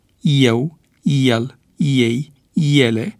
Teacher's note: Regula ortoepică precizează că E, de la începutul unor cuvinte din fondul vechi lexical, trebuie rostit cu diftongul IE.